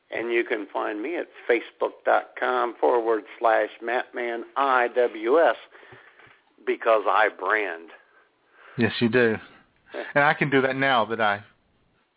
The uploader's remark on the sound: all the while taking your phone calls.